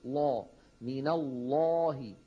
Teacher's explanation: هذه اللام خرجت من مخرجها متصاعدة إلى غار الحنك الأعلى، فامتلأ الفم بصداها فغلظ صوتها · Term: اللام المفخمة